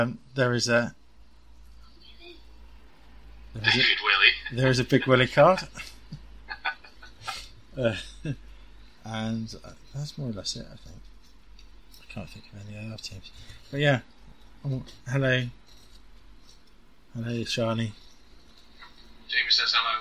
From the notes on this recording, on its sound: apologies for the audio issues